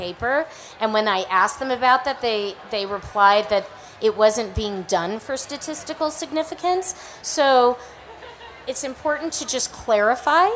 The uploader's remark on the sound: Recorded live at Slow Food Nations 2019 in Denver! For a special on-the-road episode of HRN Happy Hour.